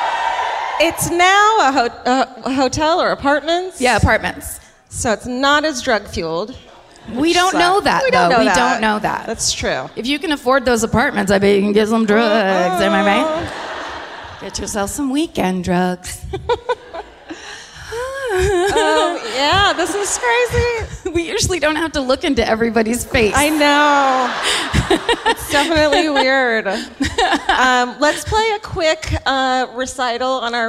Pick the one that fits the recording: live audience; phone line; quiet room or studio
live audience